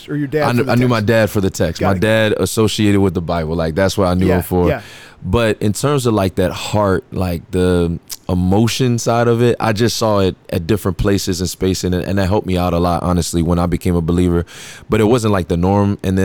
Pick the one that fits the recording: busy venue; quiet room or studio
busy venue